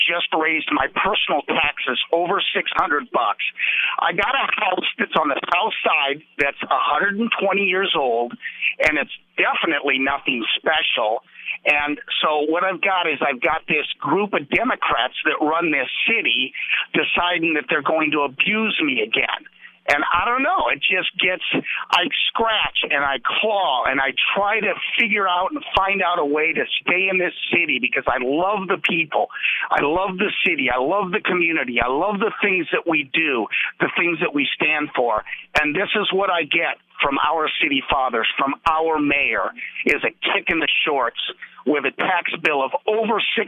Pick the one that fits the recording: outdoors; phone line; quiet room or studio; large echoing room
phone line